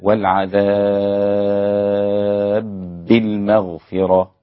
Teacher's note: أدغم الإدغام الكبير الإمام السوسي الباء في الباء، والعذاب بالمغفرة هكذا، والراء بالمغفرة عند الإمام ورش رققت بالمغفرة هكذا.